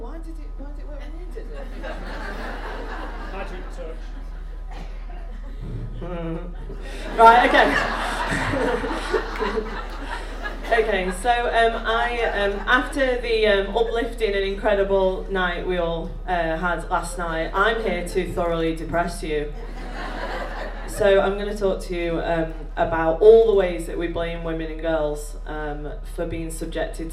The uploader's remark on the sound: Recording from the Sunday Opening Session at the FiLiA Conference in 2019. Recording from the Sunday Opening Session at the FiLiA Conference in 2019.